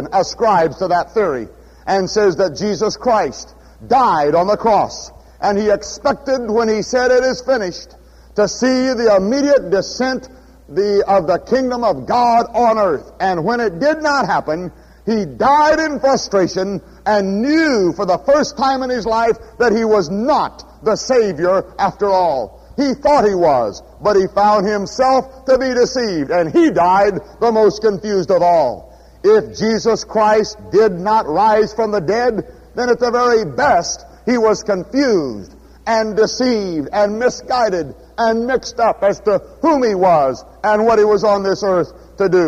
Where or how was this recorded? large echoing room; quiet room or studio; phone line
large echoing room